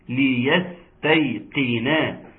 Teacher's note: نحقق كسر اللام والسين راعي الصفير فيها